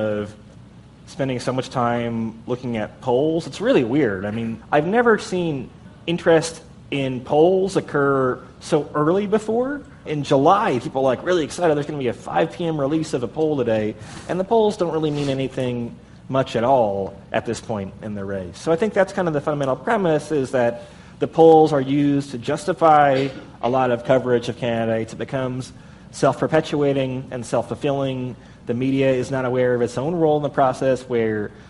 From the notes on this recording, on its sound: as part of an Advertising Week panel